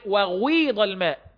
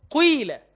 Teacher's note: ببدا بجزء واو وانتهي بالياء، والياء هي الاكثر، الياء بتبقى هي الاكثر، لان هي الاصل، اصلها ياء، غيضة، أمال هي على قراءة وغيض الماء، بعمل إشمام لليه واو. · Term: الياء المشمة صوت الواو